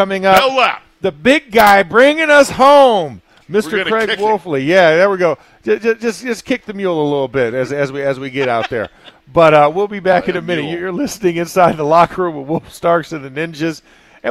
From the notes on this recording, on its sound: ITL Live from Steelers Camp Day 14.